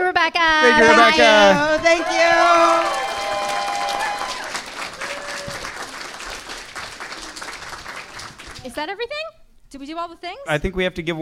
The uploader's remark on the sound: The far northern heights of San Francisco for SketchFest 2020! In this live episode. On stage and selects audience volunteers.